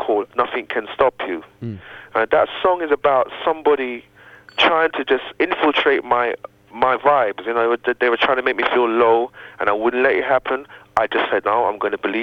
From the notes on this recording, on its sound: Recorded via telephone.